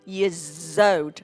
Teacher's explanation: Ở đây mình nối cái từ years và cái từ old thành là years old các bạn nha